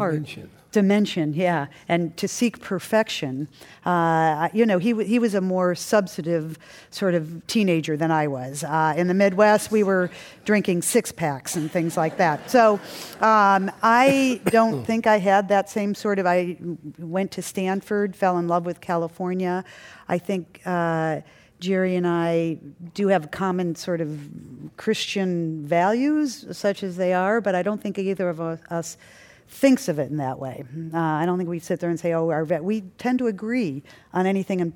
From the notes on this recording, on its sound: This program was recorded in front of a live audience at The Marines Memorial Theatre in San Francisco.